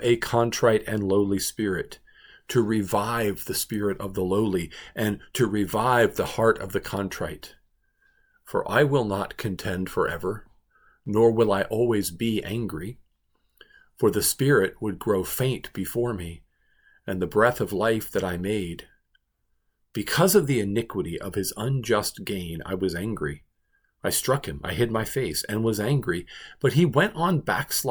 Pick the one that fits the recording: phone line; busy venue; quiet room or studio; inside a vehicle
quiet room or studio